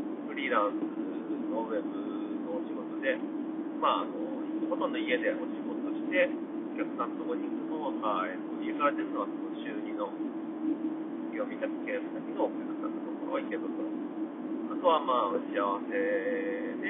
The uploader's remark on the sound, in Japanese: 1人喋り。先日一人で亀山ダムで釣りした日の帰り道、アクアライン渋滞中に録音したので音もちょっとあまりよくないです。聞きづらいかもしれません、すみません。